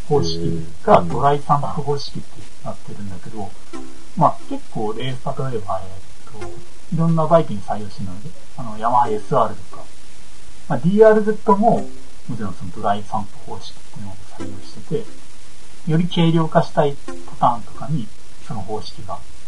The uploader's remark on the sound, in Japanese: 低音質です。